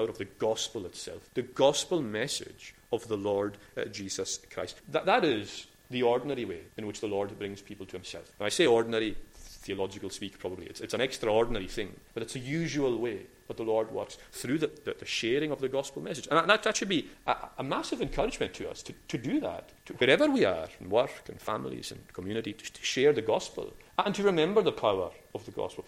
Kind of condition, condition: setting, large echoing room